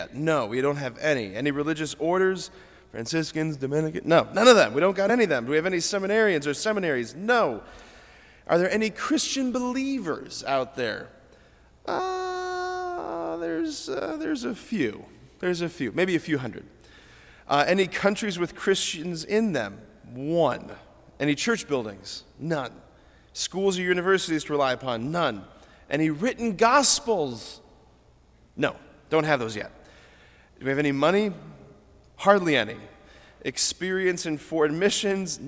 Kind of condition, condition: setting, large echoing room